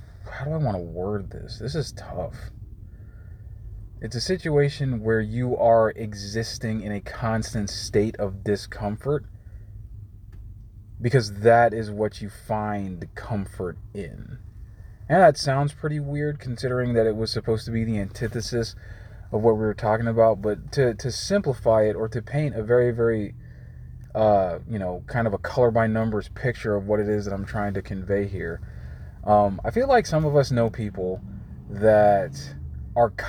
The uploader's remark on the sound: I am comfortable recording in my car, so don't mind the passing vehicles.